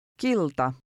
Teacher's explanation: The Finnish T sounds somewhat like a cross between a T and D.